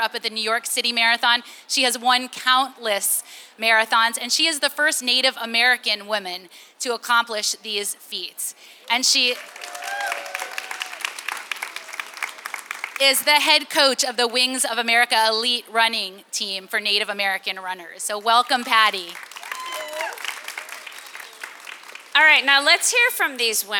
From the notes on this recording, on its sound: Live Show from the Boston Marathon. To all who attended and supported the show.